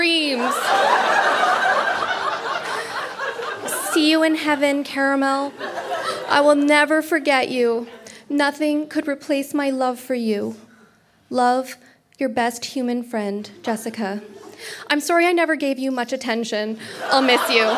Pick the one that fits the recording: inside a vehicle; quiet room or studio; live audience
live audience